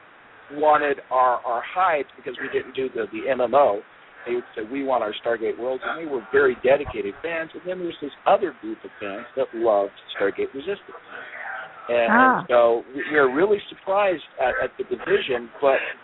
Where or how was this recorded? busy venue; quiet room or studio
busy venue